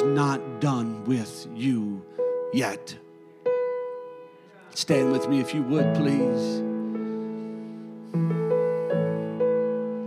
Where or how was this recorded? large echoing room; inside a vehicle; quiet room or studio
large echoing room